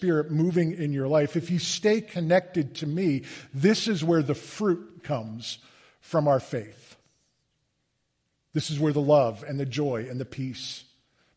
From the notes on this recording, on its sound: Recorded live on Sunday, October 22, 2023.